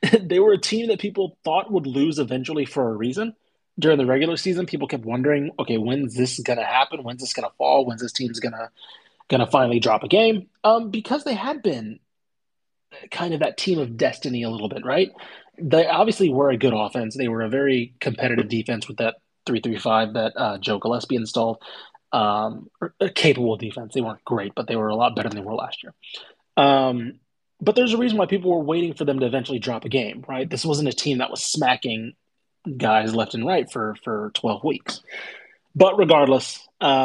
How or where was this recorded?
video call